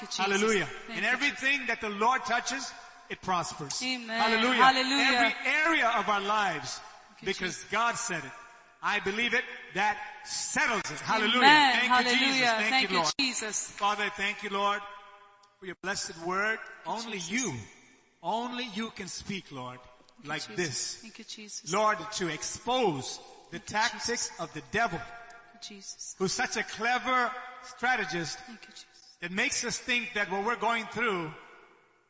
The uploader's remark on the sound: Sunday Service (Live Streaming Audio)